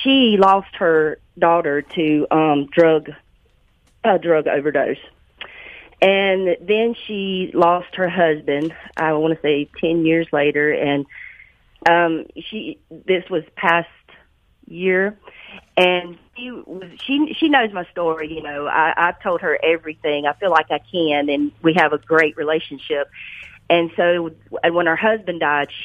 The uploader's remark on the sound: joins me on the phone